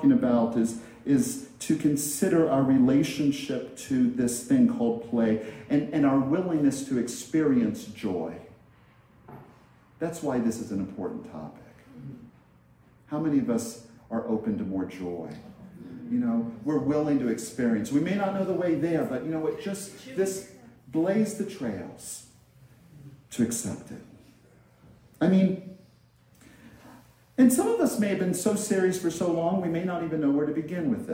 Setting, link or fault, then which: setting, large echoing room